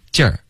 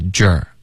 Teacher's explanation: 中文的这个 j 的这个发音呢是不嘟嘴唇的，可是英文的 j 会嘟嘴，所以你们发这个 j 的音要记得一定要撅嘴唇。OK,如果你发成劲儿。会导致一个比较重的口音会而且这个口音很奇怪就是一般老外知道有问题可是不知道为什么所以外教老师教这个音的时候比较别扭所以你要自己教自己 OK 发这个橘的音一定要嘟嘴相当于中文说你说橘子的这个橘你会稍微撅一点嘴唇对吧橘对橘子对然后把这个玉的音去掉直接进入到二进二的时候呢你的嘴唇会放松所以你要特别多的嘴唇弓 OK 撅嘴唇然后进入二放松嘴唇嘴巴张开 jerk OK 找这个音的感觉就好像你说橘子但是不说玉的音